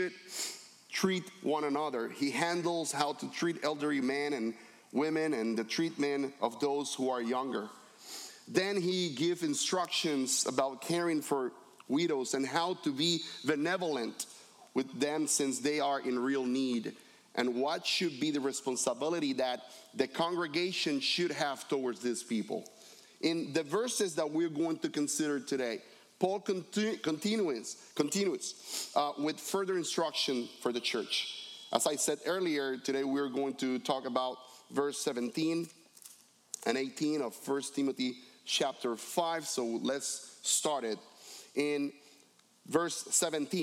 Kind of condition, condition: setting, large echoing room